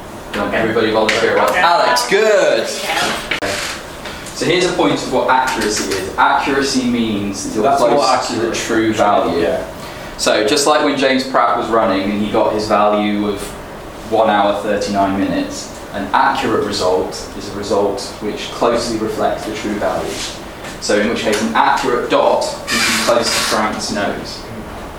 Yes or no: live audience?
yes